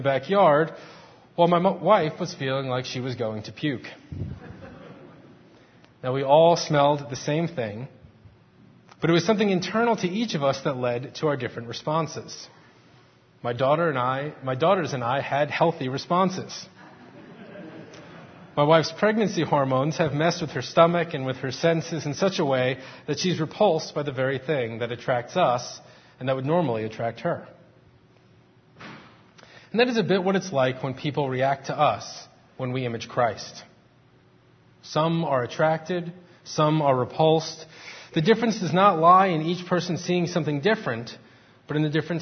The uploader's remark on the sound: Faith Presbyterian Church – Morning Service